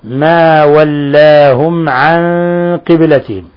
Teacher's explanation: ميم ساكنة جاء بعدها حرف العين، الحكم التجويدي إظهار شفوي